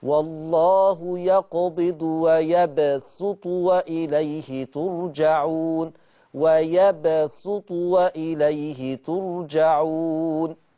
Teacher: الشاطبية قرأت بالسين الخالصة، يعني من أراد أن يقرأ من طريق الشاطبية فليس له في هذه الكلمة إلا السين، والله يقبض ويبسط وإليه ترجعون، ويبسط وإليه ترجعون.